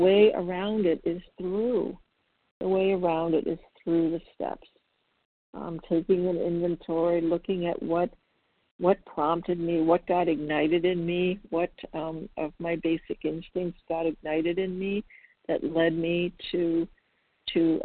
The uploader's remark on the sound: the 100 Pounders Phone Meeting